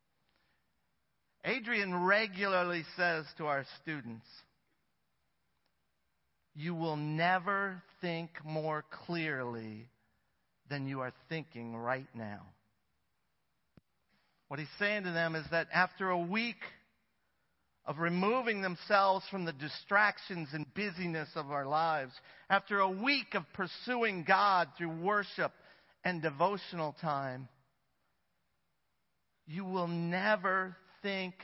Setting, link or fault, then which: setting, large echoing room